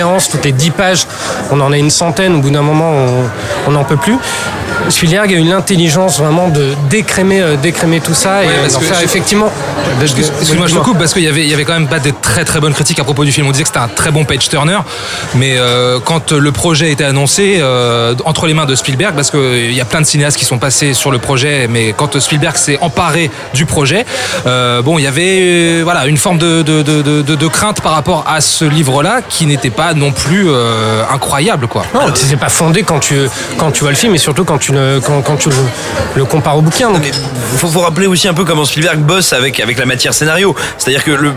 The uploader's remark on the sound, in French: Enregistré au Grand Bréguet (17 Rue Breguet, 75011 Paris)